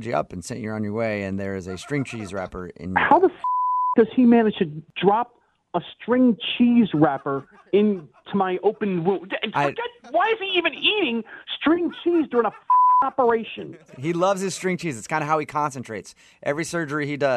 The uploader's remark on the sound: Phone Tap